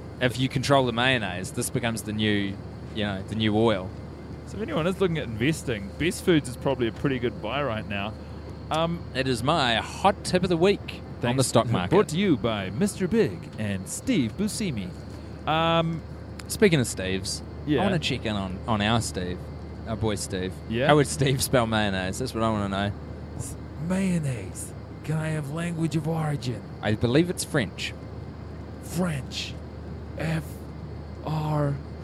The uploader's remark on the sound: The pilot is mic'ed up.